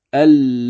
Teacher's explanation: الطول في الألف مع إبدال الهمزة ياء ساكنة، الهمزة التي سهلت هذه تبدل ياء ساكنة، فيصير المد هنا من قبيل المد اللازم الكلمي.